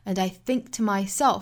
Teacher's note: think to myself 的发音也是不十足爆破的，注意失去爆破， and I 连读 and I think to myself